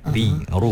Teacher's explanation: Dia memang ada semula jadinya ra, bila sebut ra kan ada satu getaran, ri, ru ada. Tapi bila kita sabdukan dia, kita idghamkan dia, dia akan tersembunyi, tak jelas, dia akan tak nampak.